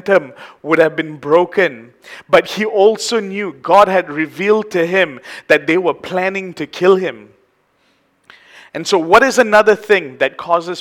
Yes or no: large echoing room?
yes